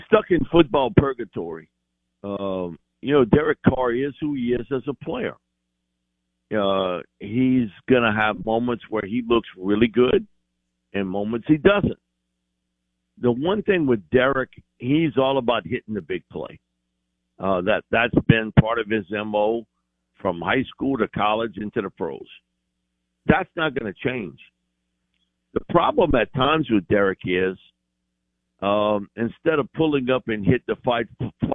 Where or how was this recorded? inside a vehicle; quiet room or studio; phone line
phone line